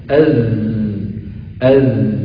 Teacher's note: أز فالصوت يمر من بين الأسنان، من بين الأسنان العليا والسفلى. أز وهو صوت مجهور كما ترون، مجهور يعني يهتز عند نطقه الوتران الصوتية